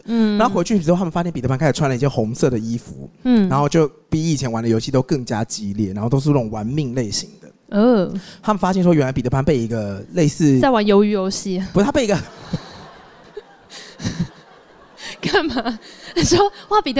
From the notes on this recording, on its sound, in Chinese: Live Podcast 特別篇。2週年 Live Podcast 童鞋會現場錄音。一起懷念 8 月時活動現場的聲音吧。